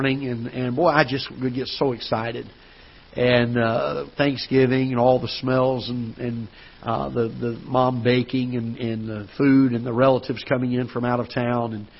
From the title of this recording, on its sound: Ketha Heights Baptist Church ~ Live Broadcast